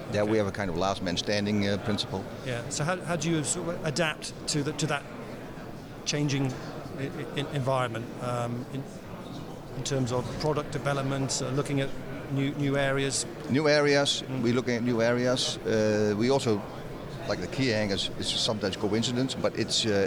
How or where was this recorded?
busy venue